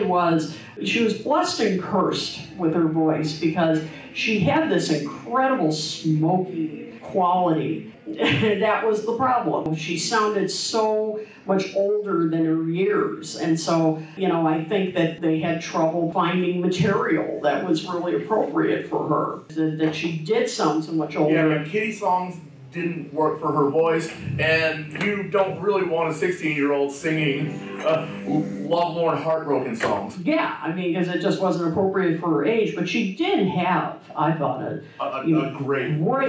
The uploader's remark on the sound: Live-ish from the Chicago 2023 Fest for … Fans. Live (on Tape and edited) from the SEATAC room in Chicago, Illinois.